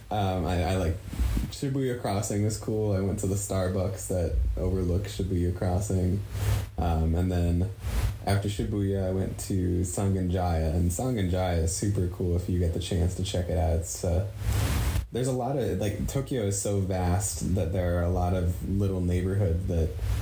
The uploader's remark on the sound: Recordings From Our Time Exploring Japan. Although the audio is far from great.